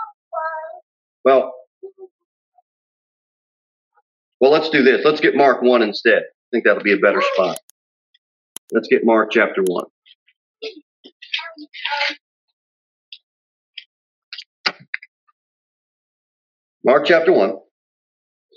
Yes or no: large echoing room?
yes